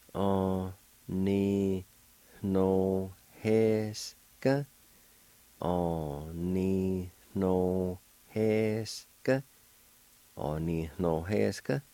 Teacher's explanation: Right between the I and the N, there'll be a faint H sound